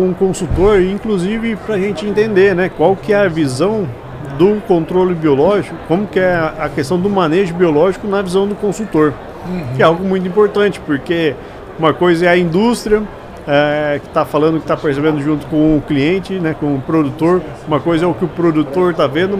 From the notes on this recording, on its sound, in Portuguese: Estamos ao vivo durante a Hortitec 2023